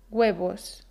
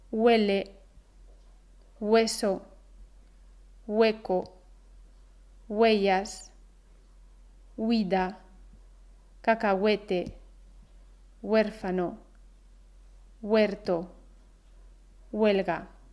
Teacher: Delante de u a wa, u e we, u i se pronuncia un leve sonido próximo a la g · Term: sonido g